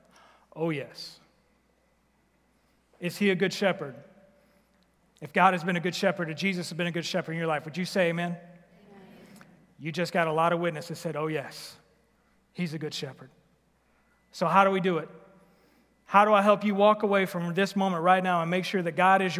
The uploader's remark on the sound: Recorded live at The Fellowship at Two Rivers